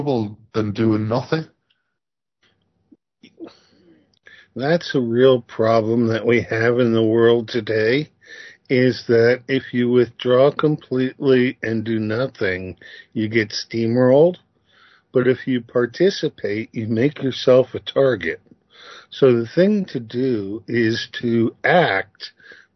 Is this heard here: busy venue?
no